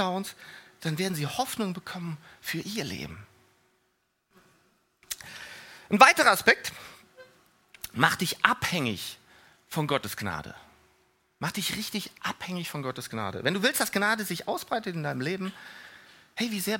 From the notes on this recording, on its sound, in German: Die Predigten der Lifestream Church Regensburg.